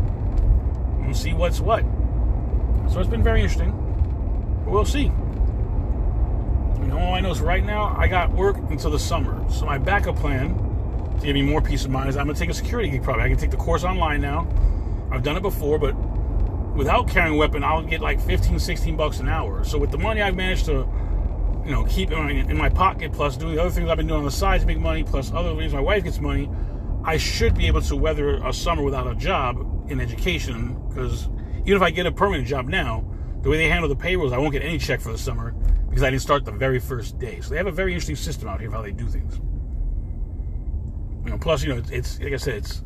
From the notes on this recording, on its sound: In this CarCast